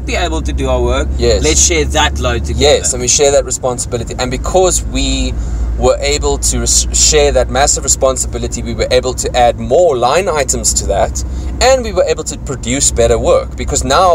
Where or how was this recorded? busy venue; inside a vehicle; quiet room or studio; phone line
inside a vehicle